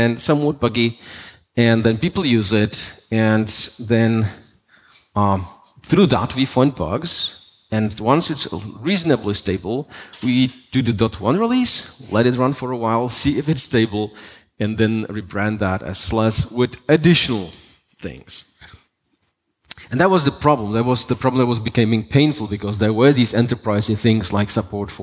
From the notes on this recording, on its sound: Keynote for openSUSE Conference 2018